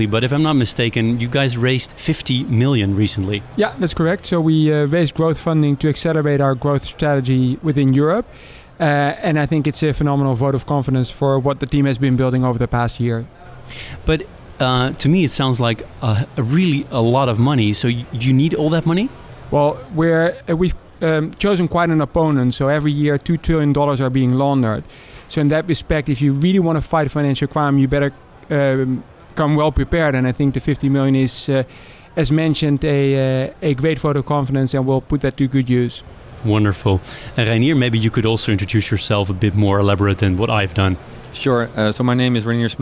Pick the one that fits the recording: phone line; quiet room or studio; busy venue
busy venue